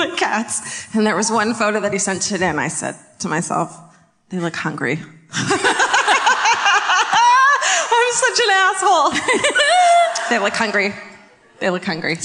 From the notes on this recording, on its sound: Live At The Majestic Theatre in Dallas.